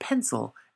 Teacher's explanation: the letter I in the word pencil is pronounced as the schwa sound